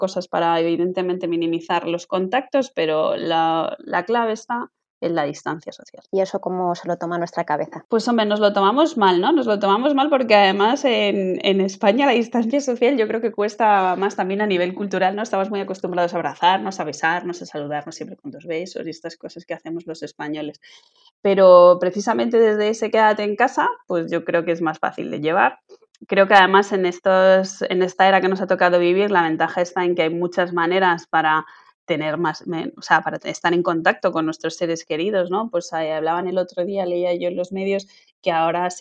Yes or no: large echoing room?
no